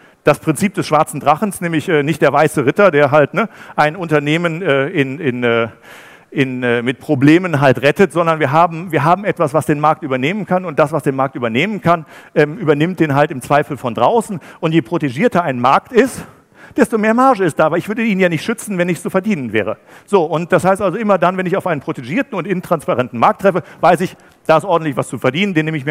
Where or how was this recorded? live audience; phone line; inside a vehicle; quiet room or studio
live audience